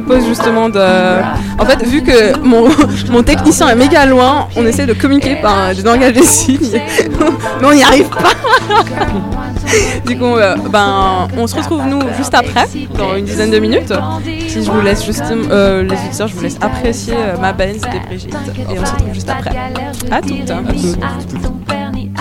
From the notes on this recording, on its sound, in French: Fréquence Banane était dans le hall de l’université Dufour à Genève pour couvrir la première journée du Festival Histoire et Cité. Un live de six heures.